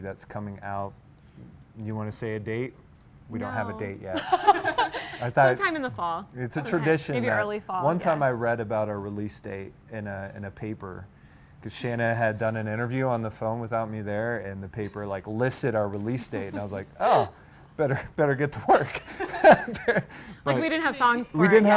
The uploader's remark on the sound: Live at the Cleveland Sessions.